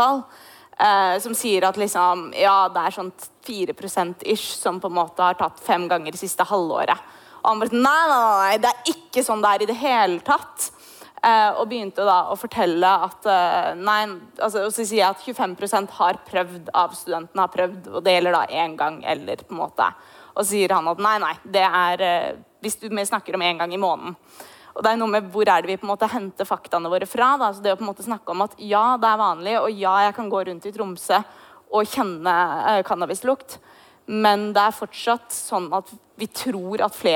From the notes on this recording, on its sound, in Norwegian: Podcasten er spilt inn live på studentsamfunnet Driv i Tromsø med publikum i salen.